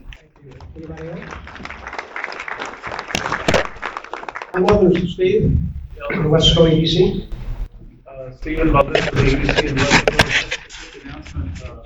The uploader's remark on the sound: BROWNSVILLE, Texas. At their most recent monthly meeting. Around 80 people attended the meeting, which was held at Rancho Viejo Conference Center.